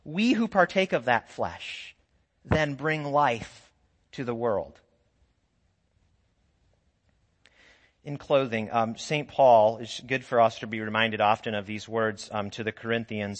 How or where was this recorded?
large echoing room